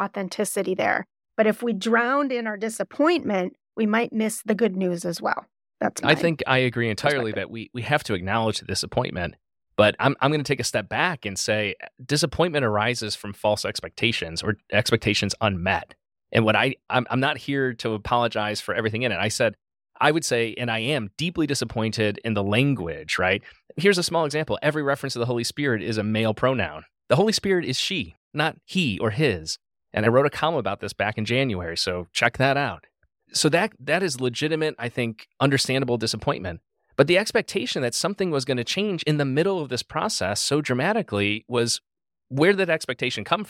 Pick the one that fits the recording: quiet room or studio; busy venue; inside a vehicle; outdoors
quiet room or studio